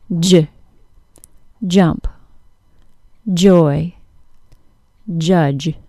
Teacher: Then, when the tongue is released or let go from the tooth ridge, the front of the tongue stays really close to the tooth ridge. This causes friction, just like the ZH sound. · Term: J sound